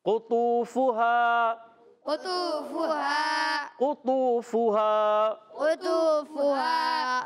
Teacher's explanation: काफ जो है ज़बान की जड़ और तालू के नरम हिस्से से अदा होता है